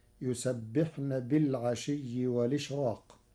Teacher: ليس لورش ترقيق في راء الإشراق لوقوع حرف الاستعلاء بعده، فتصير: يسبحن بالعشي والإشراق.